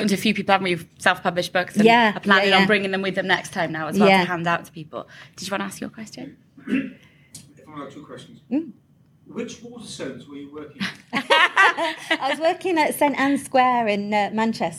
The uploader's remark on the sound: Crime con 2022 live recording. This episode was recorded LIVE at Crime Con London in 2022.